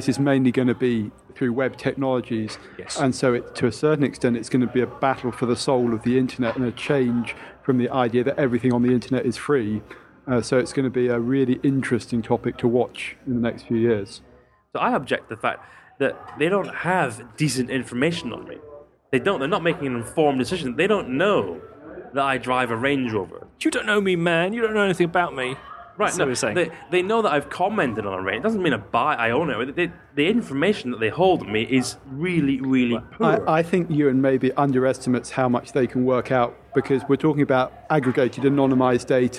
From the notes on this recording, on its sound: This week we're 'live' from Nokia's Summer Party near Trafalgar Square